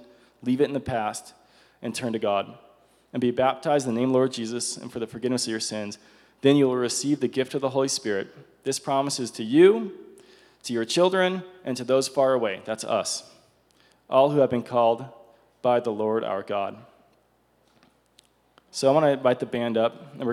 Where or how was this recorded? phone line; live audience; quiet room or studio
live audience